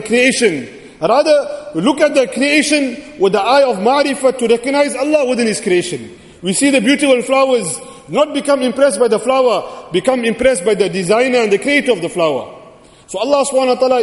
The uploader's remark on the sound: Jumuah lecture